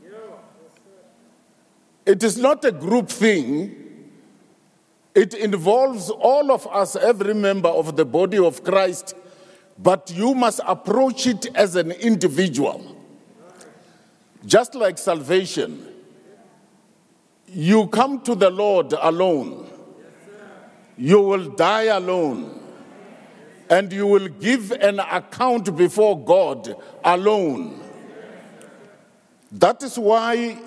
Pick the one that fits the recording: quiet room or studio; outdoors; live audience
live audience